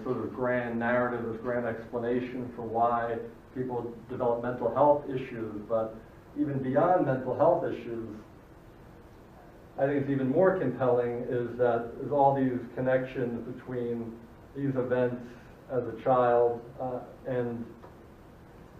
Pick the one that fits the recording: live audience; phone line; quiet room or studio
live audience